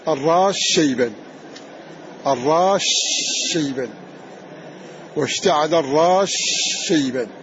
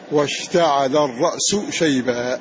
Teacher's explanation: أدغمنا السين في الشين · Shown in: first take